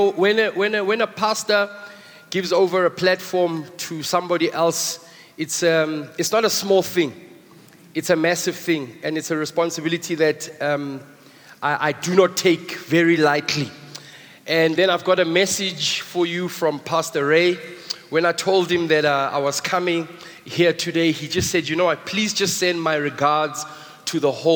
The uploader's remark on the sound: preached at the Good Friday Celebration 2022, hosted at Grace Bible Church Pimville